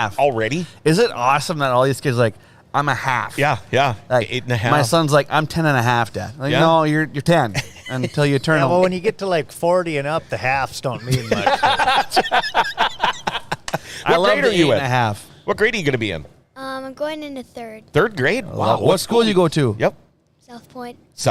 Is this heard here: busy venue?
yes